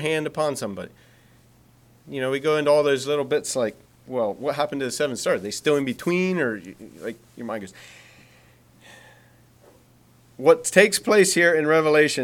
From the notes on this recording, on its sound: Message preached at Word of Hope Mennonite Church